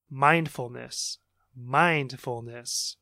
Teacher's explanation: The stress should be on the first syllable